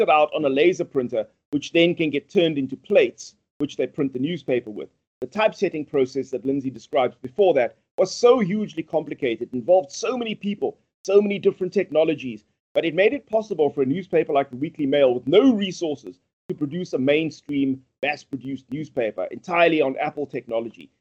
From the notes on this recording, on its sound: Recorded via Skype